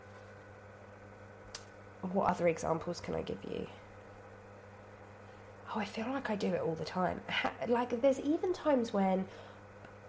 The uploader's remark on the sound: Today I'm recording while cooking, and pausing to sneeze. I sound like death, because I am STILL full of cold so apologies for that.